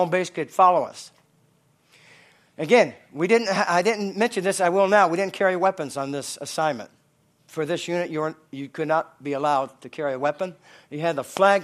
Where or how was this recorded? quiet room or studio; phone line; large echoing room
large echoing room